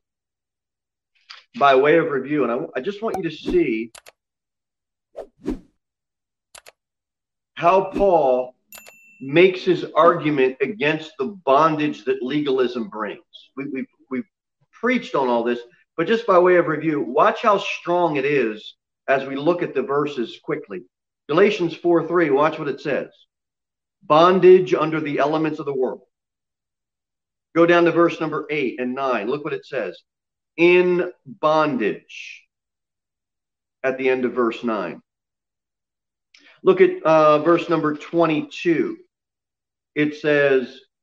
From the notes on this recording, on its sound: Sermon preached at Pilgrim Baptist Church on Sunday, February 28, 2021 at 6:15 pm. Cookeville, TN 38501.